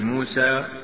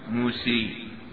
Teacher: فأن يجعل الفتحة قريبة من الكسرة، يجعل الألف قريبا من الياء · Shown in: second take · Term: الإمالة